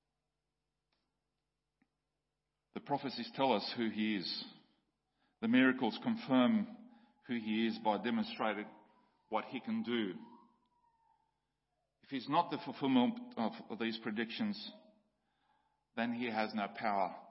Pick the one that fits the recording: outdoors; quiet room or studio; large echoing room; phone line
large echoing room